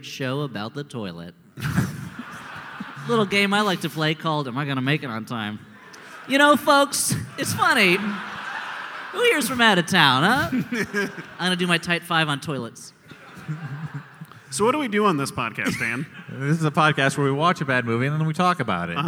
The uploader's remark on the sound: We dig into our vaults to bring you this live The Great Wall episode, from the Philly Podcast Festival!